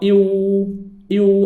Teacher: اذا الواو ايو ايو، هذه الواو. فرجه يخرج الصوت لان الوترين يعملان، وضم الشفتين فقط